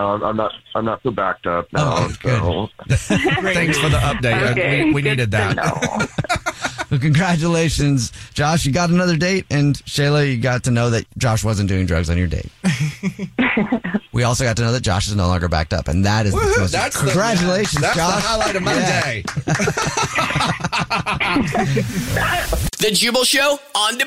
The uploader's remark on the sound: We get that other person on the phone